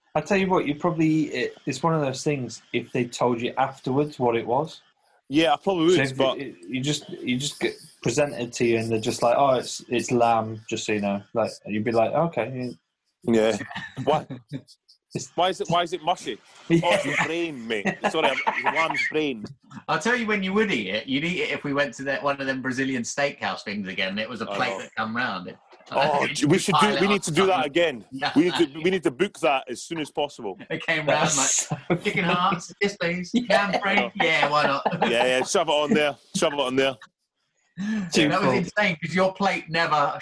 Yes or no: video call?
yes